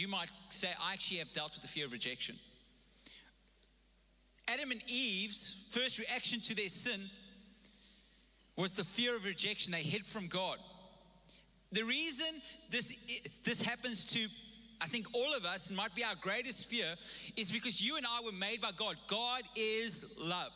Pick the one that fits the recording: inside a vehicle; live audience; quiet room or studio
live audience